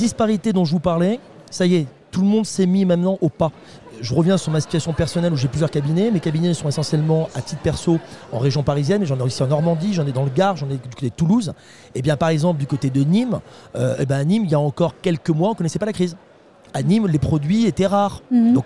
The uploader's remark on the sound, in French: Un sujet enregistré au Salon RENT. Un sujet enregistré au Salon RENT.